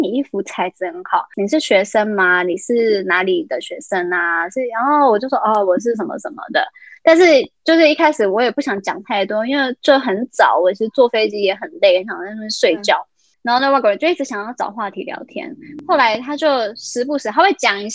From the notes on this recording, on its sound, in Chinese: 因為她在美國 所以一樣是用遠距離的錄音。錄音品質沒有到很好 而且網路問題也有稍微小卡。